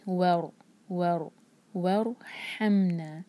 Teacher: آگے ہے ورحمنا، اب اس را ساکن سے پہلے واو پر جو ہے فتحہ ہے، تو اس را کو ہمیں ہیوی کرنا ہوگا، منہ بھر کر پڑھیں گے اور زبان ہماری پیچھے سے تھوڑا اوپر کی طرف اٹھے گی. ور ور ور ہمنا، ہا حلق سے، ہم میم پر قلقلہ نہ ہو، مطلب جھٹکا نہ آئے.